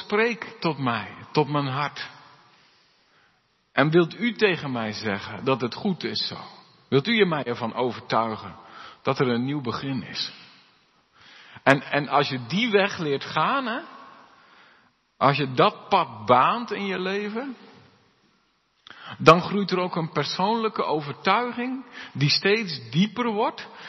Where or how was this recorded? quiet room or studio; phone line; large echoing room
large echoing room